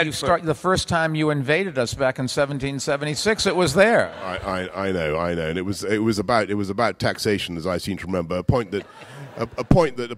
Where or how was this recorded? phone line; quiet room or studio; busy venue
busy venue